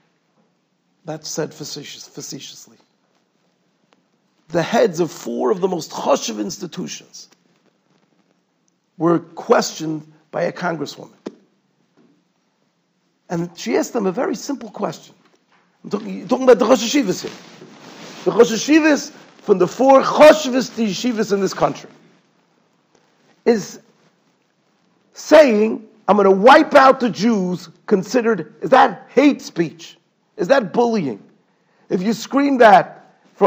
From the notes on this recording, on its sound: Shiur recorded in Yeshivas Ohr Reuven, Monsey, NY.